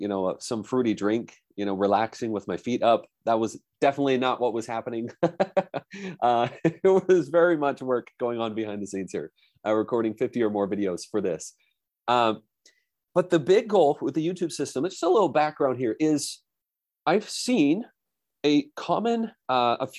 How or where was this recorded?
video call